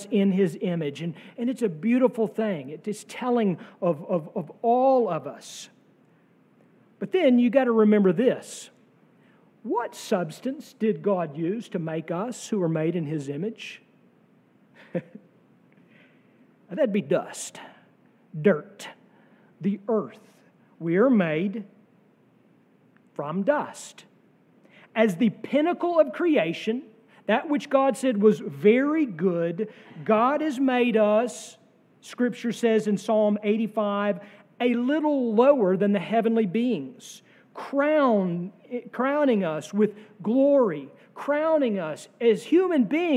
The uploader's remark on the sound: sermon from our worship service on June 18, 2023